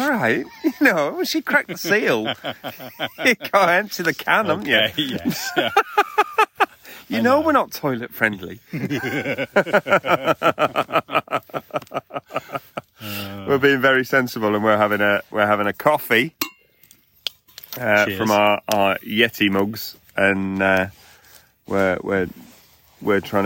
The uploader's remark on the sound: LIVE - Camping in Worcestershire. This week we are LIVE in the field. We are camping at Twin Oaks campsite in rural Worcestershire.